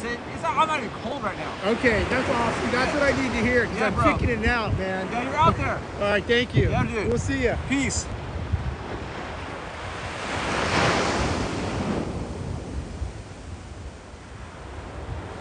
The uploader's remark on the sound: A live TikTok beach monologue from the scenic sunrise at Wrightsville Beach. In this episode, I take you on a live journey through TikTok, capturing the mesmerizing sunrise over the ocean. The discussion intertwines with live photography, capturing the breathtaking moments of the morning.